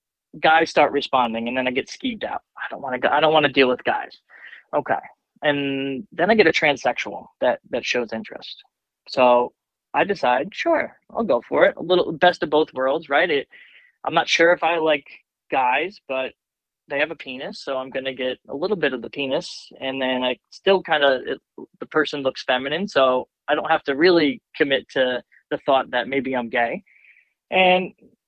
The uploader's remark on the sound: he called in to talk all about it